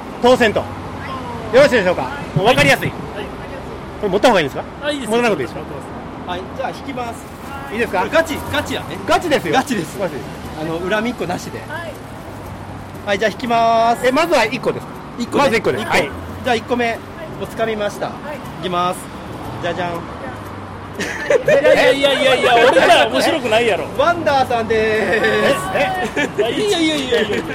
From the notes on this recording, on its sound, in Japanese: 奈良市佐紀古墳群をめぐるツアー中に録音した内容の一部をPodcastにしました。外での録音ですので雑音は多めです。